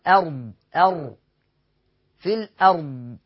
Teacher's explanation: الهمزة حيثما وقعت في القرآن مرققة في الأرض آ آ والراء مفخمة ساكنة قبل فتح تبقى على طول مفخمة